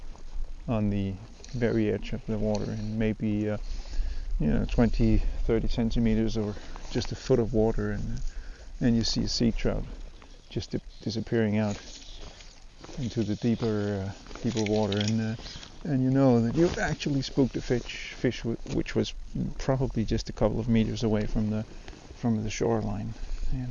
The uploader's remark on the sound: No fish are caught while recording. Tried integrating a bit of his music into the outdoors tracks recorded in situ on the coast.